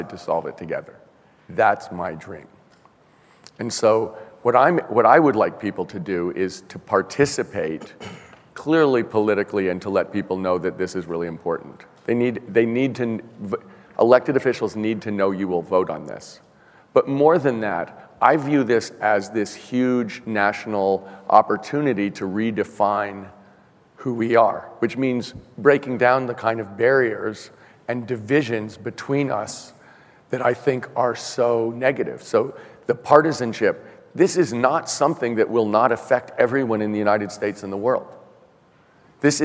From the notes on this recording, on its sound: The best of live interviews from GreenBiz events.